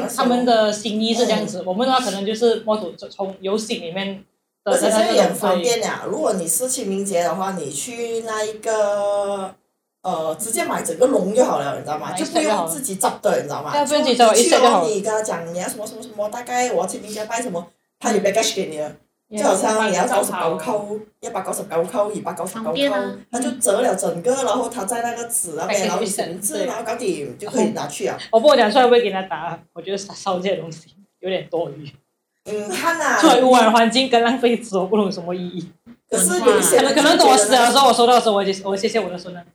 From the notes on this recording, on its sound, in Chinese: 虽然我们的音质和器材还没很atas